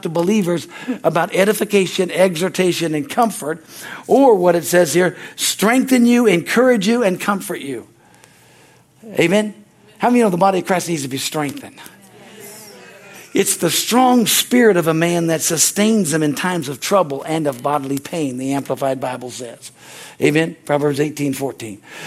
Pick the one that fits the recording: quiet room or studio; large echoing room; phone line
large echoing room